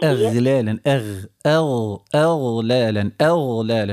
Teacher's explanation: الغين مفخمة رخوية ومفخمة